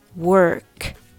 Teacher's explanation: Let's talk about how to pronounce work. Work は日本語読みでは work です。でもこの音実は口を大きく開けてはいけません。では練習してみましょう。まず音を一つ一つ分解して分析してみます。まず W の音から始まります。喉の深いところから低く響く船の汽笛のような音です。次は母音はほとんどないに等しく R の音に移ります。